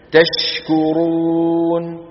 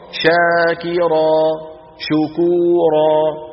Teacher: يعني قلنا بالأمس وللتفشي الشين، الشين فيها تفشي في كل أحوالها، لكن تشكرون همس تفشيها أوضح من شاكرا شكورا